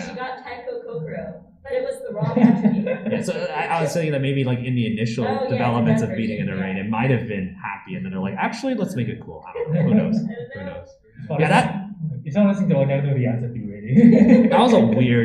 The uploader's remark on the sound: This was conducted at a Q&A panel at Northwest Idolfest.